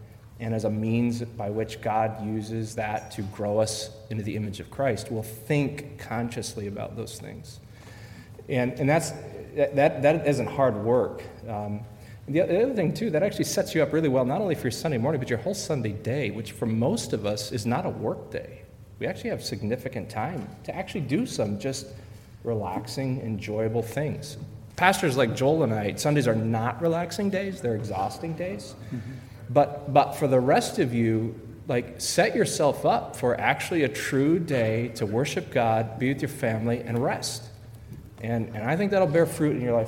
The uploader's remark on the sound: A panel discussion where the 5 main speakers summarize their messages and take questions from the audience.